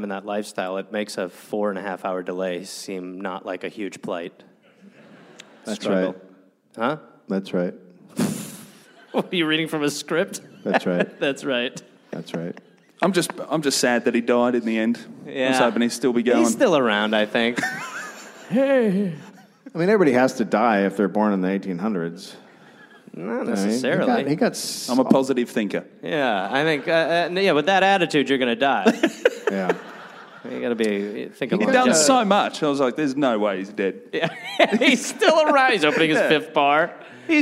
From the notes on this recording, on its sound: Recorded live in Brisbane.